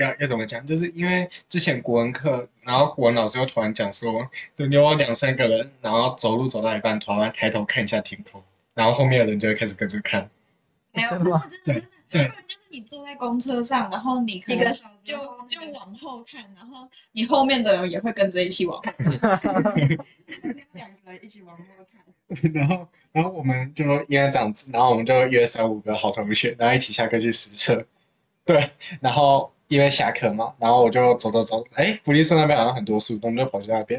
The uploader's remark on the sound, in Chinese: 音質差請見諒